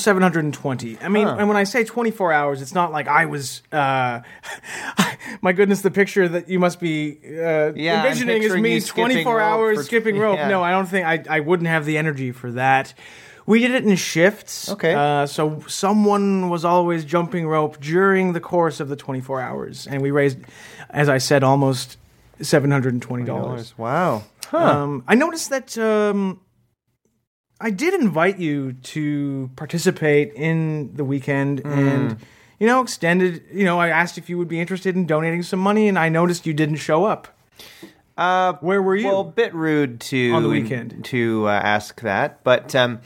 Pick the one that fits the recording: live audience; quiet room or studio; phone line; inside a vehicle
quiet room or studio